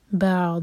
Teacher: ضاد پر جب بھی رکتے ہیں تو یہاں پر استطالع کیا جاتا ہے، تھوڑا سا ٹائم دیا جاتا ہے ایکسٹرا. بعض، یہ جو ساؤنڈ ہے یہ آنا چاہیے جب آپ رکیں یہاں پر.